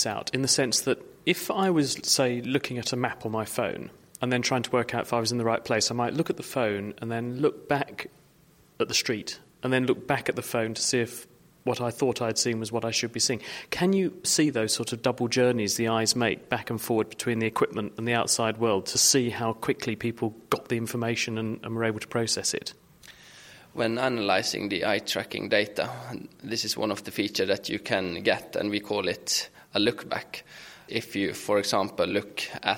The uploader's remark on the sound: This week the show comes to you from the Royal Institute of Navigation's annual International Conference.